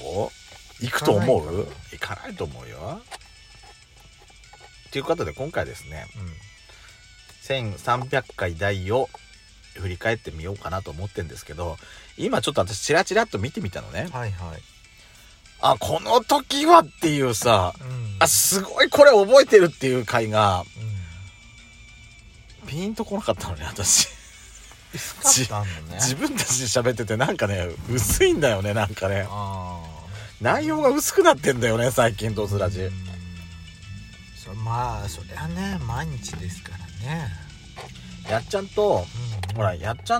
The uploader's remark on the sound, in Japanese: スタバのいちごフラペチーノを口実に収録してます。2人組。パーキング収録。